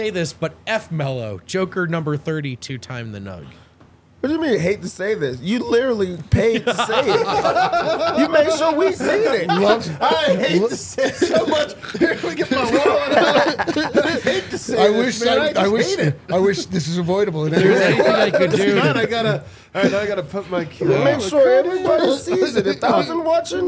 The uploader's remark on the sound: LIVE from the DNVR Bar